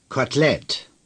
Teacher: Notice that the E after the T in Kotelett is not pronounced.